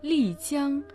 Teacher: Ли означает «красивый», произносится в четвертом тоне, а Цян – «река», произносится в первом тоне.